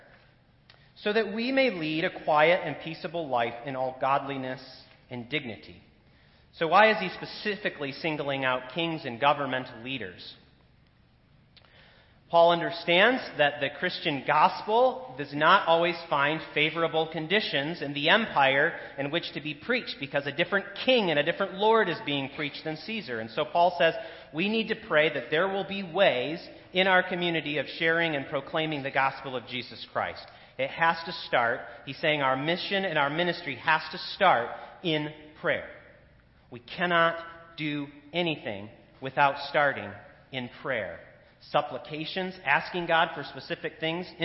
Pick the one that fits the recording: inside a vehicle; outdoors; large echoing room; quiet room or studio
large echoing room